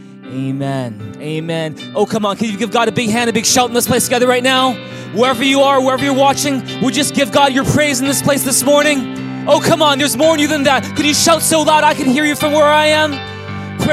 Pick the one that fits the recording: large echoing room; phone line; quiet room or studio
large echoing room